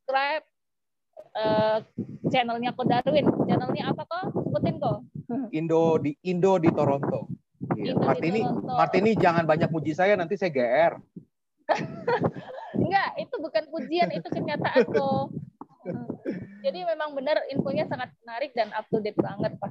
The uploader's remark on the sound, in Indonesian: dalam sesi zoom kali ini